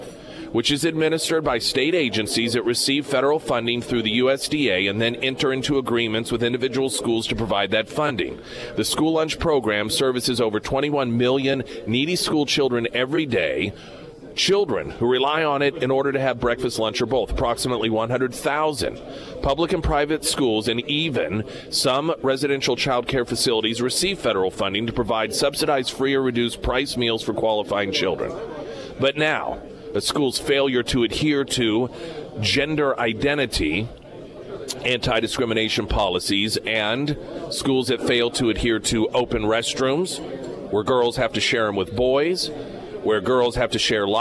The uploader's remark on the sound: Is live at Scramblers Diner for the Friday Road Show & Heroes Breakfast.